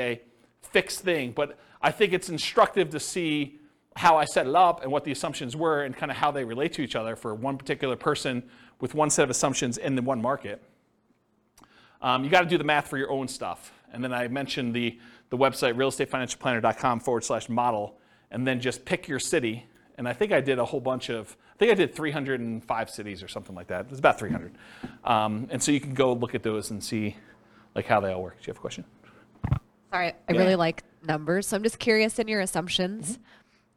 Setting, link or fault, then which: setting, live audience